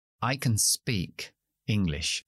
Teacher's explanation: Ahí es donde pongo el énfasis, en speak.